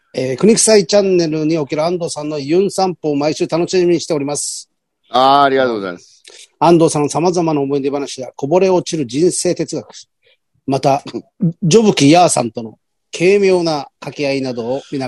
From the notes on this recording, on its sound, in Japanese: ZOOMで収録。